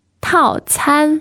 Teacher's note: So it's fourth tone and first tone.